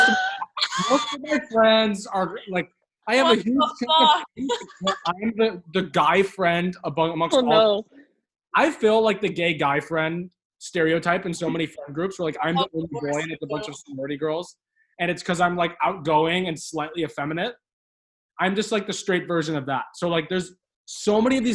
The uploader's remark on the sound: Second quarantine zoom date is in the books